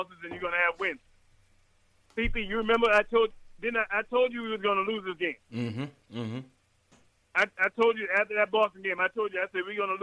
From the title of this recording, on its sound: Caller Reactions